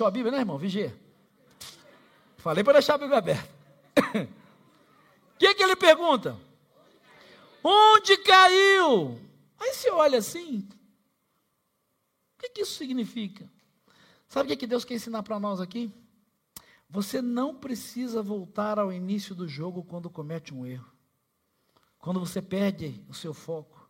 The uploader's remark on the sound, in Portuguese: Celebração ao vivo